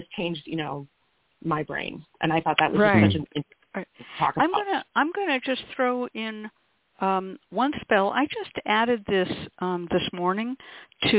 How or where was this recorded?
phone line